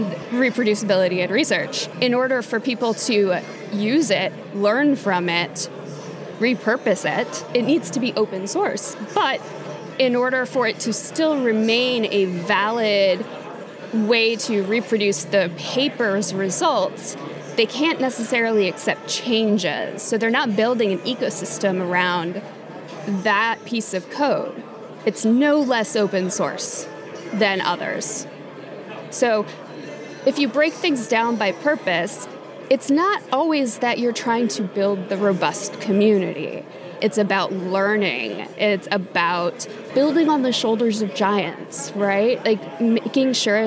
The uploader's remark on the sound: In this episode of The New Stack’s On the Road show at Open Source Summit in Austin.